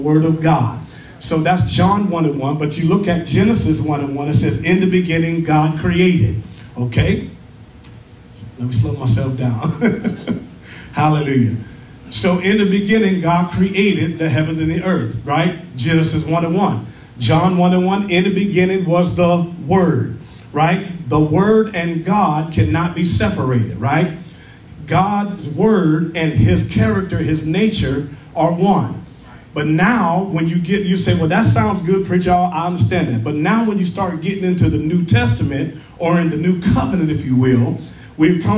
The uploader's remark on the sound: Live in person at Lighthouse of Praise